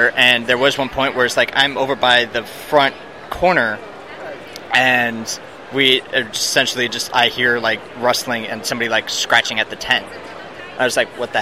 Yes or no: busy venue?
yes